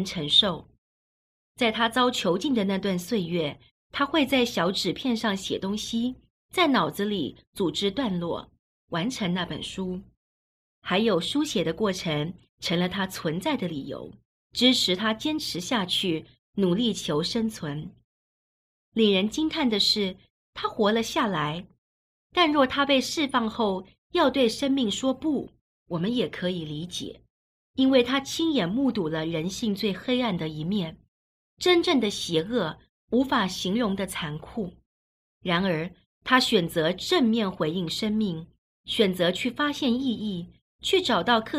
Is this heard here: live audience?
no